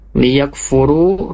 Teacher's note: ru-nya jangan sampai terlalu panjang ya, cukup dua harokat saja